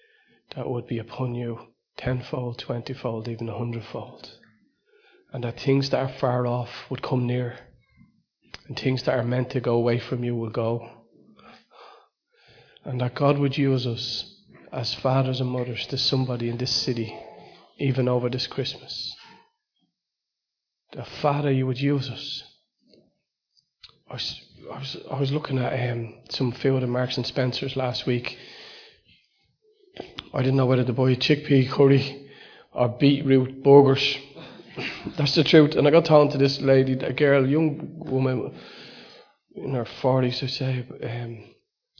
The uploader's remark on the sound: Recorded live at Liberty Church on 22 December 2019